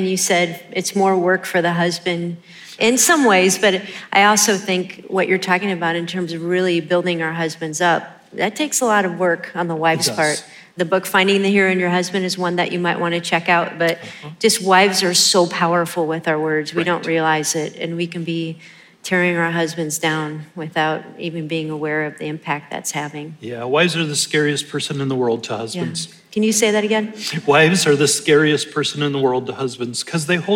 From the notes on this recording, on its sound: In this special Live Q&A episode from Reclaim 2022